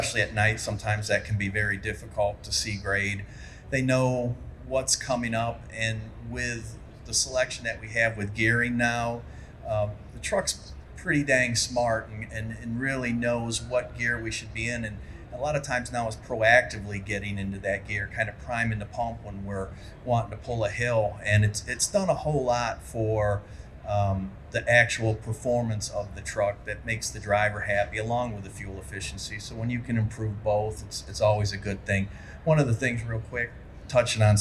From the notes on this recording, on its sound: a panel discussion held at the Mid-America Trucking Show last month